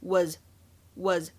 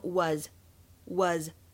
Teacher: 在美式发音当中，这个元音呢会更加夸张一些，口型张大，然后呢发音的部位向前推，有一些偏向长元音的啊 · Shown in: second take · IPA: [wɑ:z]